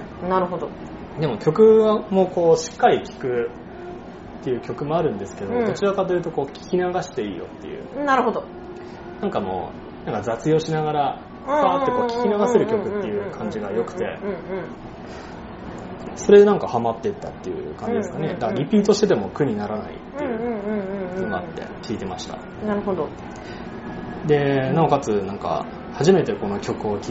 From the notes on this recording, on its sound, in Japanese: mp3カラオケボックスで収録。